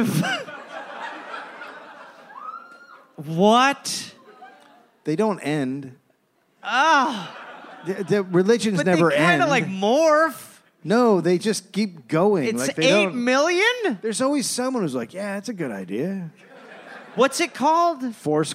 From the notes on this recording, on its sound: Recorded live in Phoenix, Arizona.